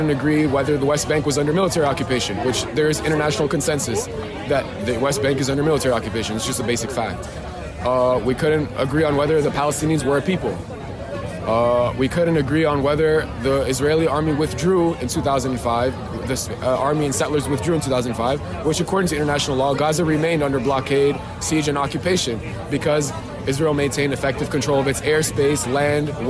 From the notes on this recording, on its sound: The following is a series of audios recorded on the main quad of the University of Chicago on Thursday, October 19, 2023. It features interviews with pro-Palestinian and pro-Israeli community members demonstrating at around 12 p.m. The audio is mostly unedited, with some segments omitted for brevity’s sake.